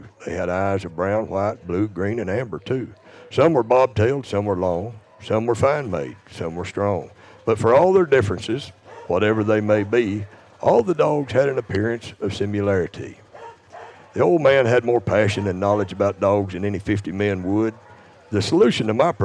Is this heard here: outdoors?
yes